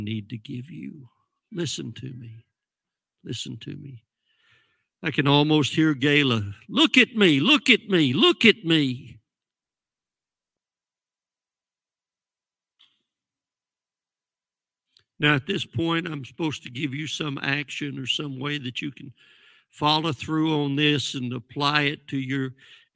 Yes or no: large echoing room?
yes